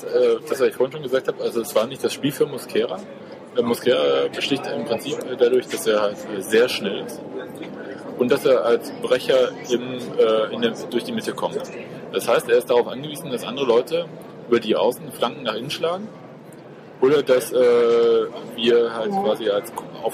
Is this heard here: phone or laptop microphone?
yes